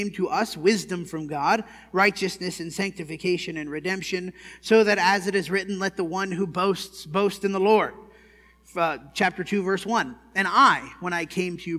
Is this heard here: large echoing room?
yes